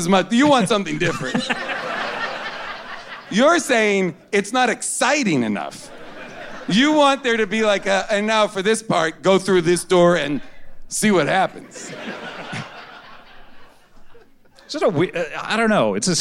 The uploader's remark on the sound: Recorded live at the Bell House in Brooklyn, NY.